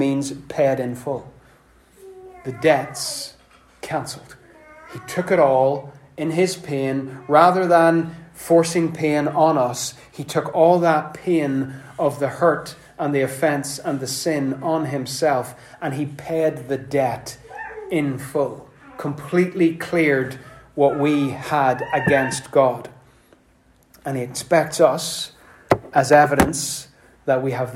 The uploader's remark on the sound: Apologies for the background wind noises provided by our youngest.